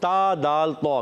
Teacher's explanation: تا کا مخرج زبان کا سرا اوپر کے دانتوں کی جڑوں سے · Term: عرف نطعیہ